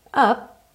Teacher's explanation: Percebe que o P do up você não escuta, porque você não diz up, up, tá?